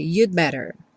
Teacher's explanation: Preste atenção que esse you'd better muitas vezes é tão reduzido que vem you'd better, você não escuta realmente o D, porque depois vem um B e a pessoa vai ter que fechar o lábio. Então, no que você encosta a língua no céu da boca para fazer o D do you'd, você já fecha o lábio também para fazer o better, e aí acaba que esse D não fica muito aparente